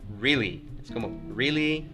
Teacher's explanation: Es como, really, eso denotaría mucho eh, un tono descendente, denotaría que es algo que tú no crees